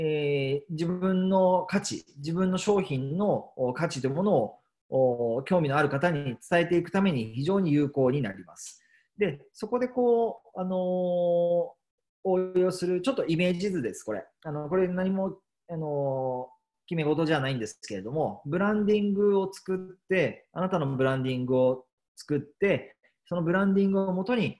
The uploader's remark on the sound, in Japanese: zoomセミナー